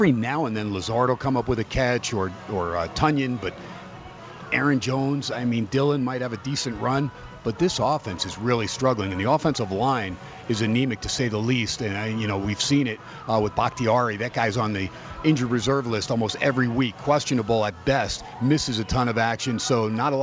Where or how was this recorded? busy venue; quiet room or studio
busy venue